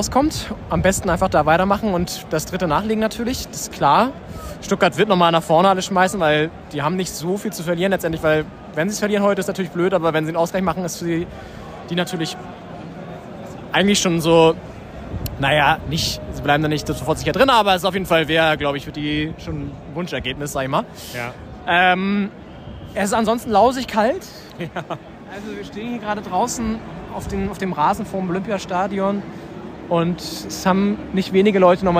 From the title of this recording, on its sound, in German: Live-Reportage aus dem Berliner Olympiastadion